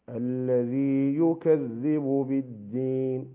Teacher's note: نحاول ألا ندغم الياء الساكنة في الياء المتحرك